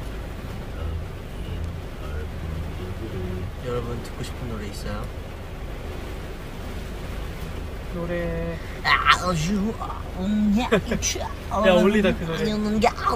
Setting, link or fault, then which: fault, background noise